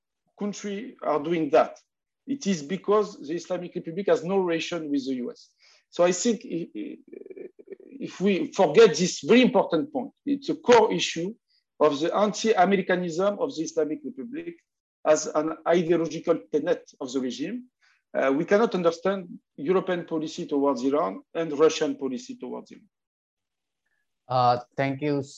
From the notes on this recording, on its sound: This public talk was conducted online via Zoom